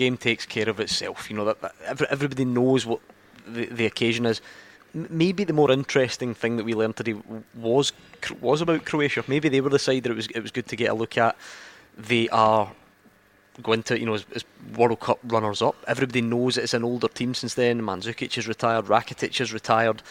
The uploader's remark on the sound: live from Scotland HQ at Drygate Brewery